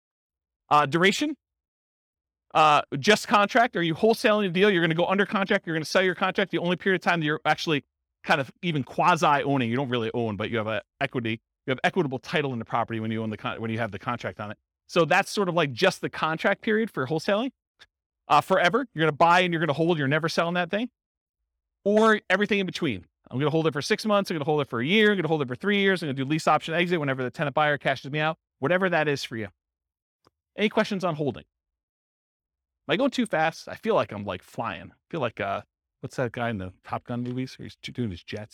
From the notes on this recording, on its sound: This was a live class recorded